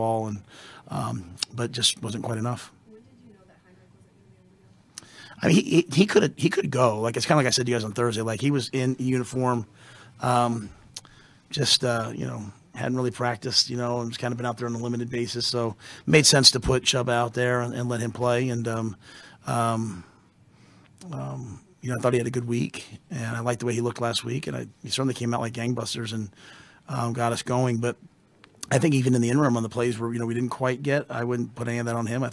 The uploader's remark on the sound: Post Game Press Conference following Nebraska's 24-17 overtime loss to Wisconsin.